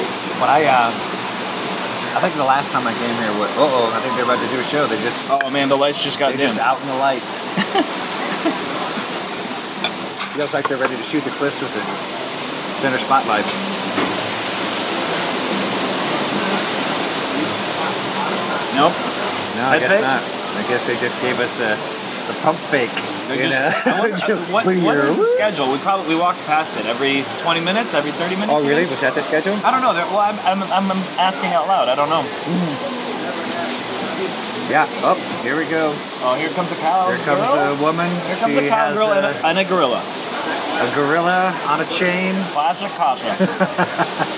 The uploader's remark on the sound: at Casa Bonita (Denver, CO)